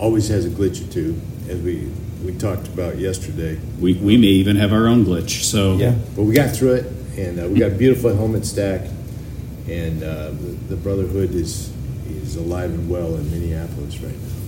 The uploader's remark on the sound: update from the convention at the Hennepin Technical College in Eden Prairie, MN.